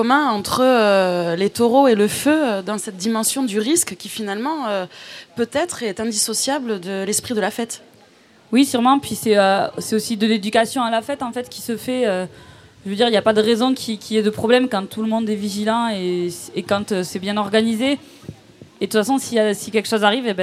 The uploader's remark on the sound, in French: Radio Live et participative pour la Festa Fogassa 2017